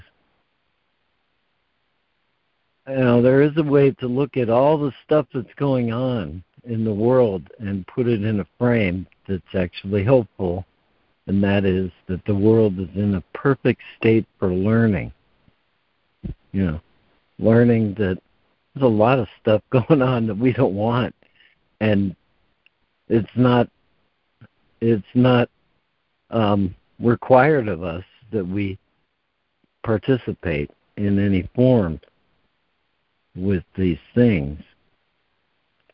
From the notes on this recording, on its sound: ACIM Daily Conference Call.